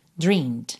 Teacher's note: Se você optar pelo passado regular, dreamed, o E não é pronunciado, tá? Ele aparece aí, mas você não diz dreamed, e sim dreamed, dreamed.